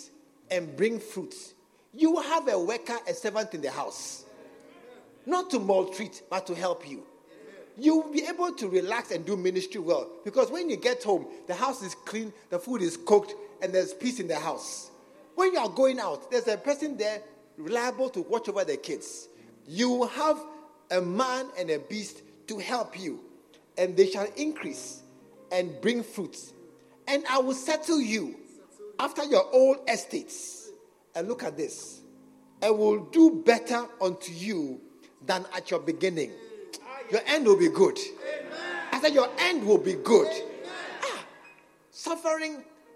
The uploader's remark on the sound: at the SAT Service, True Vine Cathedral, Bantama